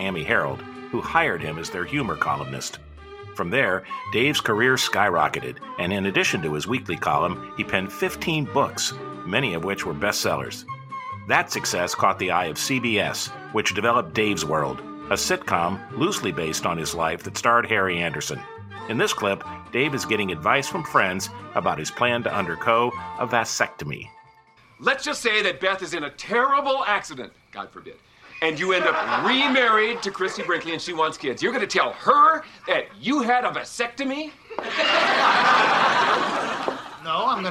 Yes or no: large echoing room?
no